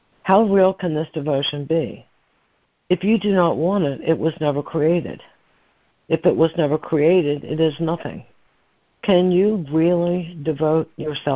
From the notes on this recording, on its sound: ACIM Daily Conference Call